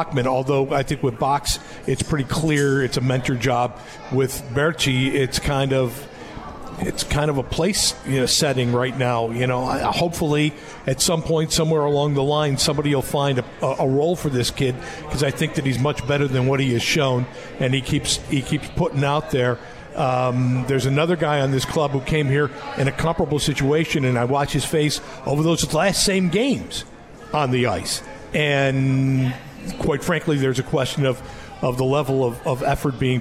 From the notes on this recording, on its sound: at The 72 Tavern & Grill and joined on the phone